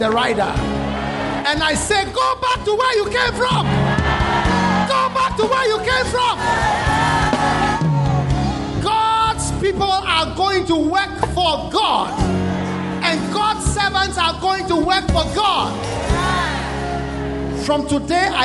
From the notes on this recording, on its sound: Preached at the Good Friday Service at the Independence Square, Accra.